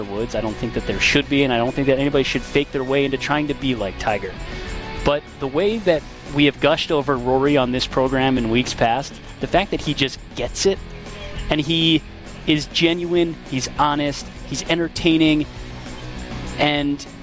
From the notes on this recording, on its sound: Live from Erin Hills